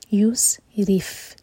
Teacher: را کے نیچے کسرہ تو را باریک